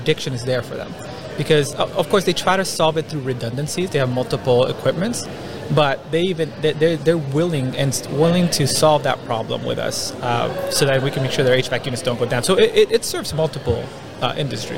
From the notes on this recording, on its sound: IoT and asset management at a conference.